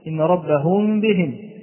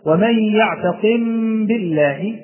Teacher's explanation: ونلاحظ عدم إطباق الشفة على أو عدم إطباق الشفتين بالكلية، نلاحظ هنا عدم إطباق الشفتين عند النطق بالميم المخفاة، يوجد بينهما انفراجة خفيفة لأنها إخفاء · Shown in: first take · وإلا لو أننا أطبقنا الشفتين لكان إظهارا. · Term: الإخفاء الشفوي